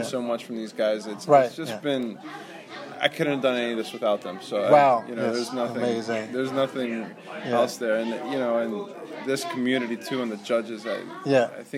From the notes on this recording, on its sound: LIVE from the Clifton Film Celebration. LIVE from the First Annual Clifton Film Celebration - an independent film festival in historic Clifton, Virginia.